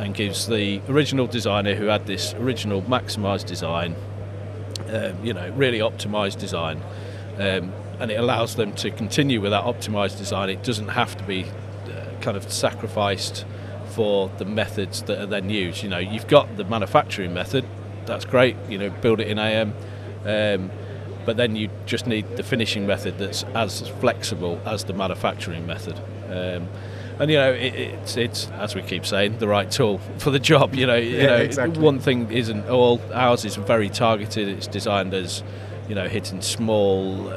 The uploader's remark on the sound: Live from formnext 2022